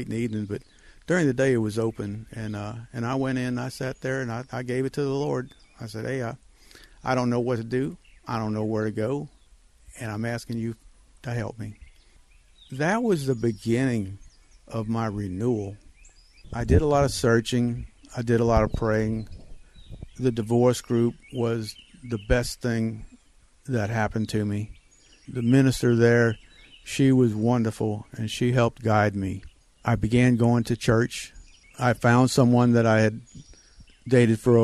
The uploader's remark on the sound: Due to the lock down we aren't EXACTLY on a trail, however my front porch and the 12 feet mic cords did the trick. Welcome to my front porch, the beautifully LOUD birds, and a story of renewal.